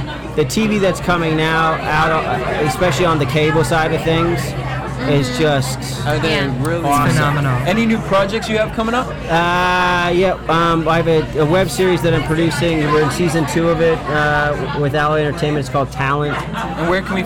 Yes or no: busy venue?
yes